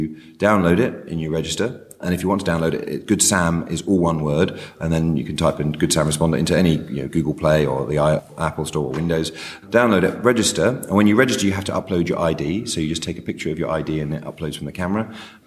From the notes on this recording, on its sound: Live from the London Trauma Conference 2014